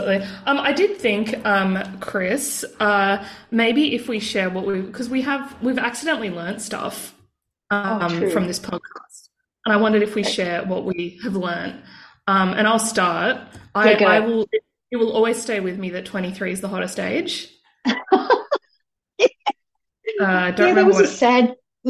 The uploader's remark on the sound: which sounds like it was recorded underwater, but it was just via zoom